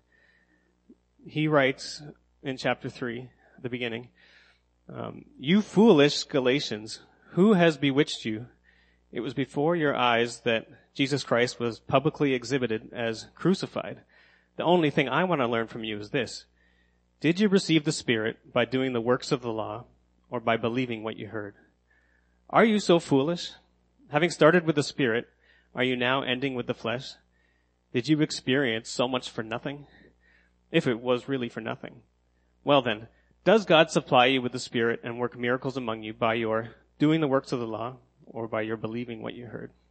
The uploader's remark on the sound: sermon that I gave at Next Church in Kingston